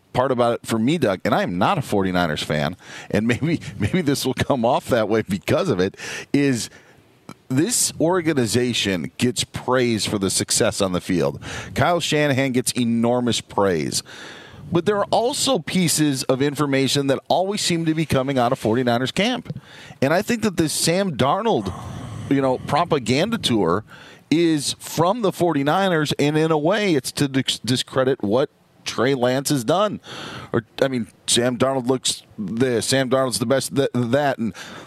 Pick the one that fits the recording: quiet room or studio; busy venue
busy venue